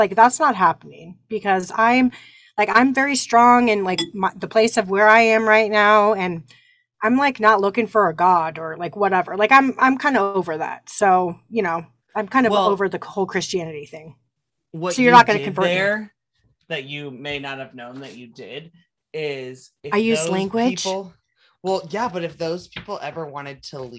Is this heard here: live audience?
no